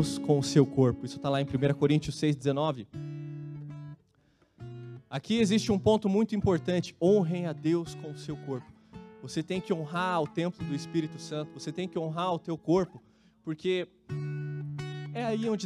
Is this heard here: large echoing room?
yes